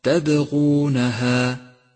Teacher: لاحظ صفة القلقلة لحرف الباء من كلمة تبغونها، تبغونها، وهي في هذا الموضع قلقلة صغرى لأنها في وسط الكلمة.